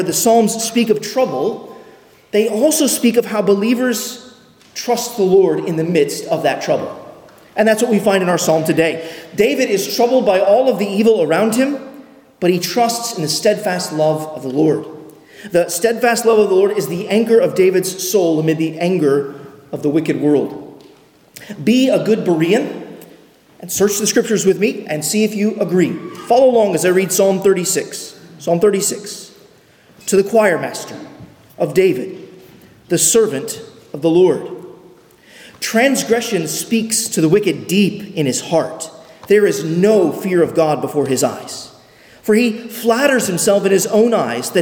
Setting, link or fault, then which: setting, large echoing room